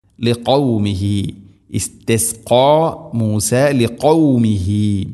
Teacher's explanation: തൊണ്ടയുടെ മുഗൾ ഭാഗവും കഴിഞ്ഞ് ചെറുനാക്കാണ് ഖാഫിൻ്റെ മഖ്റജ്.